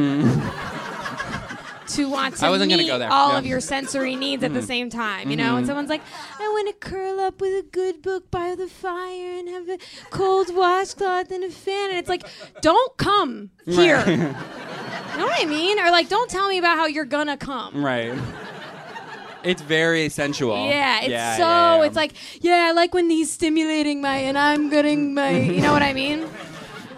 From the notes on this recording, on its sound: Live Show. Someone literally went into labor during this show — you can't hear it in the podcast.